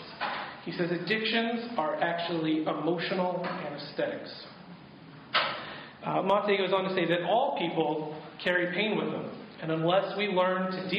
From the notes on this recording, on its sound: This week's episode features audio from a workshop